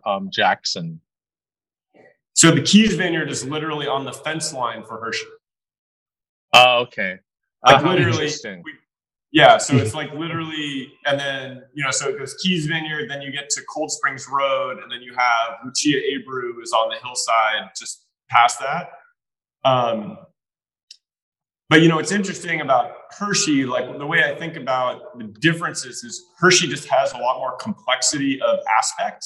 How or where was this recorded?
video call